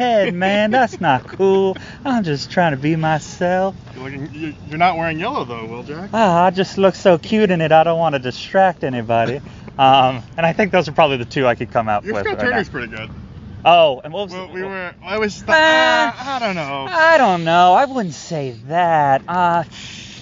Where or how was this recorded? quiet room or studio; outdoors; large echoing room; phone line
outdoors